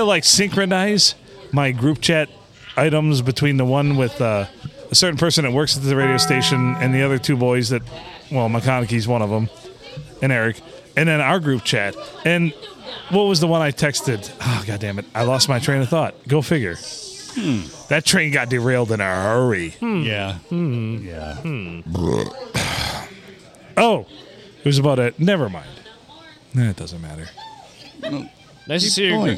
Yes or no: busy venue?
yes